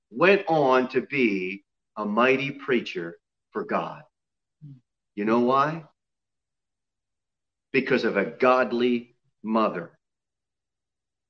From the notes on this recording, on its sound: Sermon delivered at Pilgrim Baptist Church on Sunday, May 9, 2021, at 11:15 am.